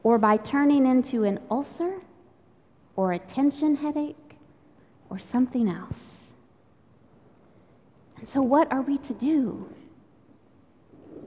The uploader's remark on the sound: Recorded live during the Sunday worship service.